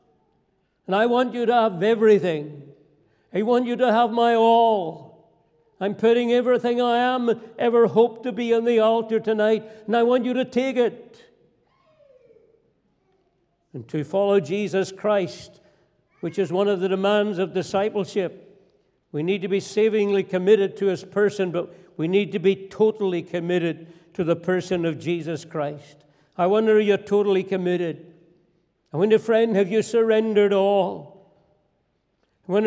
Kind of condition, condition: setting, large echoing room